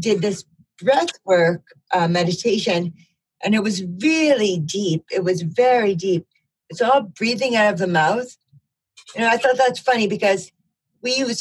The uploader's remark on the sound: The Dream Stream- Zoom Room Dream Group.